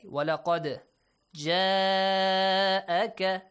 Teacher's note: This mad is wajib. Extend it. Up to 5-6 counts.